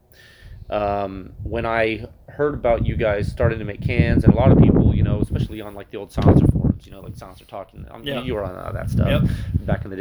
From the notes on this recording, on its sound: This audio is un-ediited, it was recorded outdoors with my phone sitting on a table, and there is some wind noise.